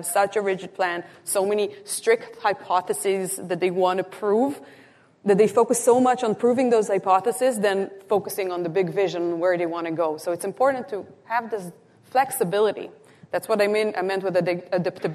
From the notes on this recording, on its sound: Live-recorded at the Canadian Real Estate Association’s (CREA) 2023 Leadership Summit. Our very first live recorded episode. Live on stage.